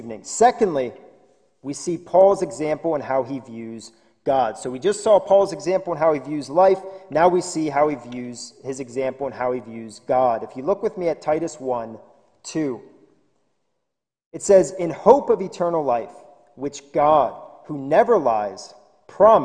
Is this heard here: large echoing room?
yes